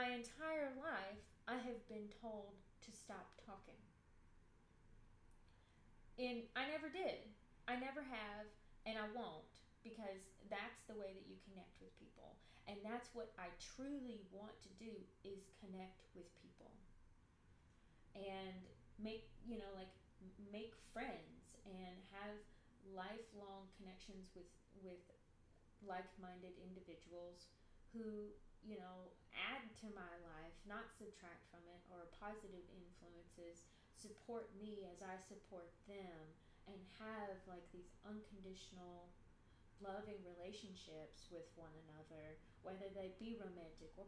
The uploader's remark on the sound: It’s essentially unedited, the sound is too low.